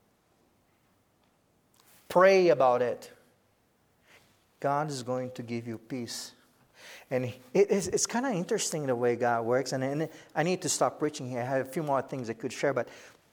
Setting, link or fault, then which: setting, large echoing room